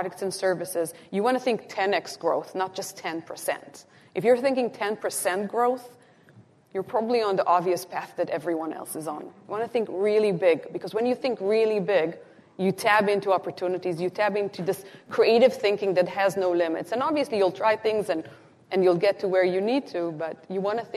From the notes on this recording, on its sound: Live-recorded at the Canadian Real Estate Association’s (CREA) 2023 Leadership Summit. Our very first live recorded episode. Live on stage.